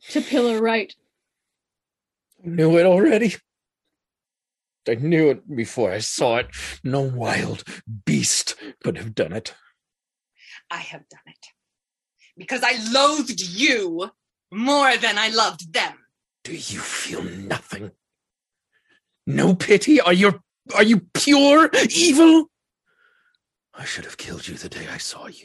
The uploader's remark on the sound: to read scripts over Zoom